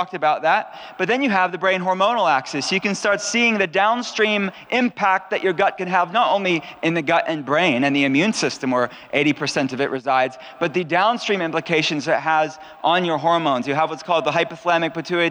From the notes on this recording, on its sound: the audio of two recent lectures